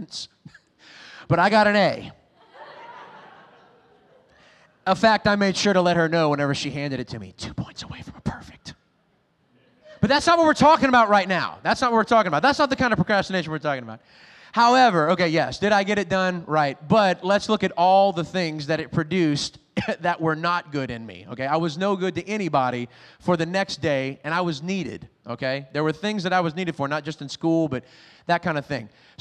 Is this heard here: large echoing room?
yes